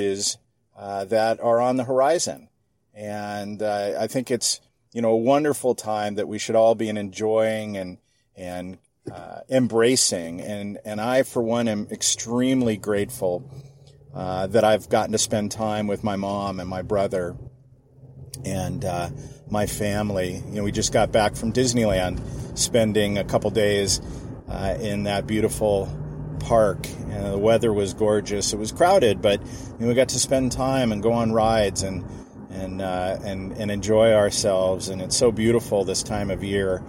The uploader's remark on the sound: I’m just driving home from a meeting